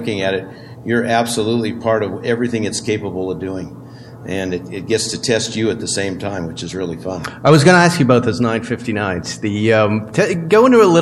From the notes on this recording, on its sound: Outlaw Porsche Panel at the Petersen Automotive Museum in Los Angeles.